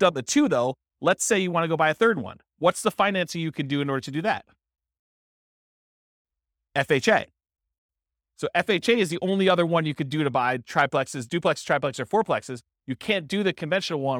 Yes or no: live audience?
yes